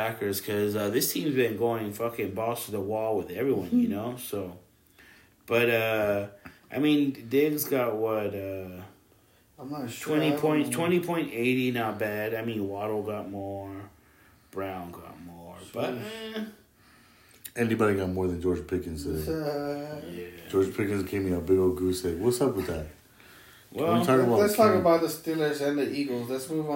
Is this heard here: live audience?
no